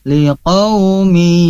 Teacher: Liqaumi seolah-olah jadi dengung karena ditahan, dan memang itu harus seperti itu, dan itu hukumnya adalah tanwin bertemu ya idgham biguna.